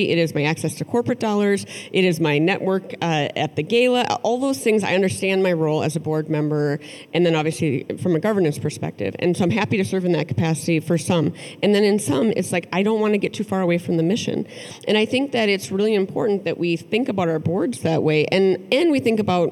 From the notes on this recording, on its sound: a live conversation at the Minnesota Council of Nonprofits' 2022 Annual Conference